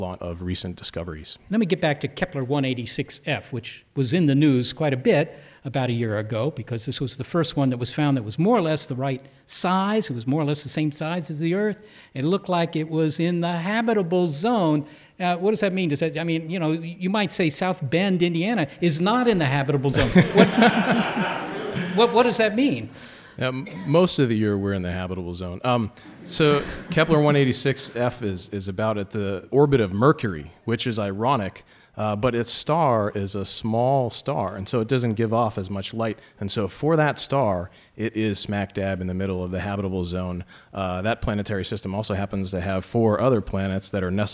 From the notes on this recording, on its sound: As we travel to the University of Notre Dame to celebrate the 150th anniversary of its College of Science with a show recorded in front of a live audience. Recorded at the Eck Center at the University of Notre Dame.